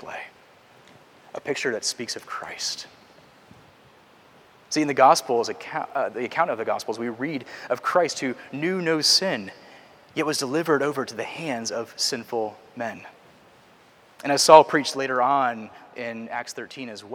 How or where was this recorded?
large echoing room